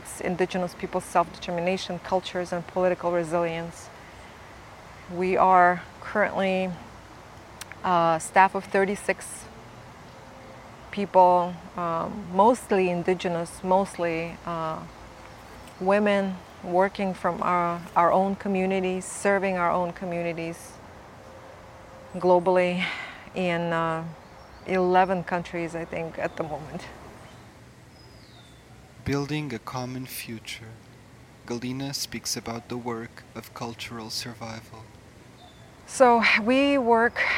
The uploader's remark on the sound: At the International Funders for Indigenous Peoples' Global Conference in Mexico, we videoed a very inspiring conversation